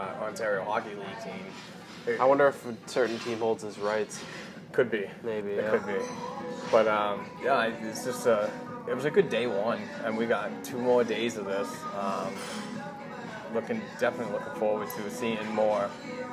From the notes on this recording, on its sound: On-site recording at the 2019 Bruins Development Camp from the Rail Stop Resturant and Bar at 96 Guest Street in Brighton, Mass.